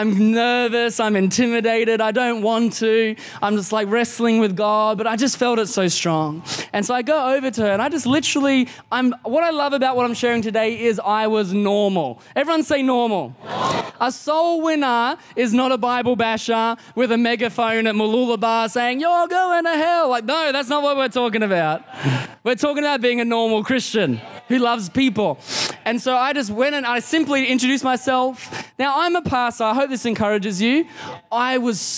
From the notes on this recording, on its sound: Recorded in the 9am service on Sunday, 18th September 2022.